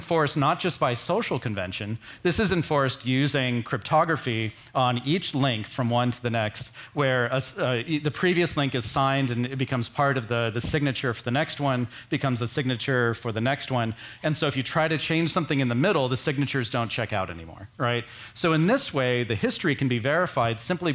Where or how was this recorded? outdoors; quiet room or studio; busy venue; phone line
busy venue